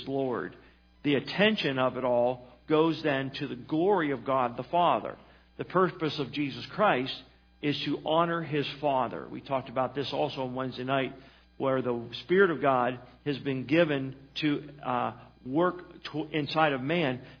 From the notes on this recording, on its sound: Sermon was recorded December 09, 2018 at Northside Baptist Church of Elkhart, Indiana